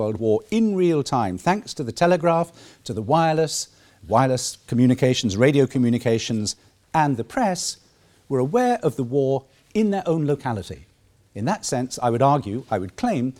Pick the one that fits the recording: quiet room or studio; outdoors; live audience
live audience